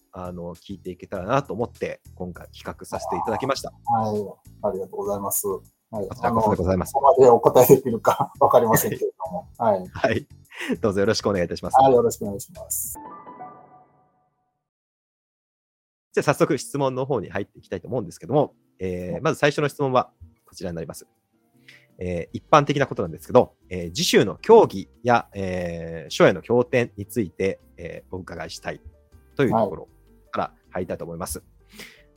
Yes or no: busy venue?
no